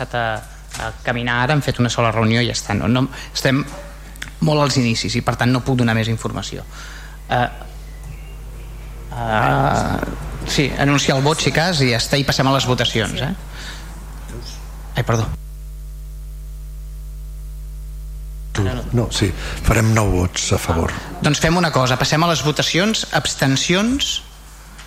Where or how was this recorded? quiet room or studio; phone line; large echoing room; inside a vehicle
large echoing room